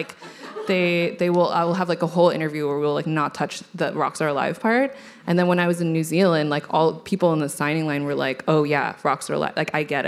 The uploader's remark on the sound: The event was recorded on Monday 22 May 2023 at the Wheeler Centre as part of World of Words.